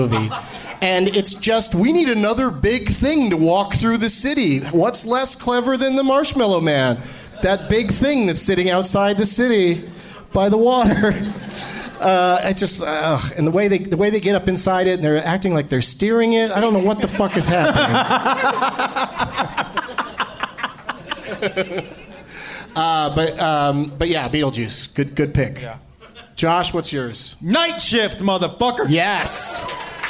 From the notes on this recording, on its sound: Live from the Funny Bone in Columbus, OH